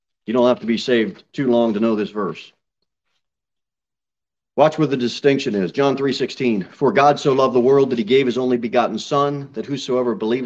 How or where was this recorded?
large echoing room